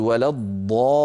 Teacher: فالألف في الضالين أتى بعدها سكون، هذا السكون هو الذي جعل مبررا لتطويل الألف عن حركتين · ننطق لامين، لام ساكنة يتلوها لام مكسورة · Term: مد فرعي